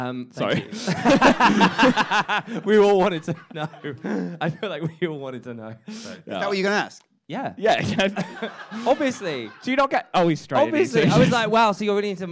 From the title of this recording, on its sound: Live in Edinburgh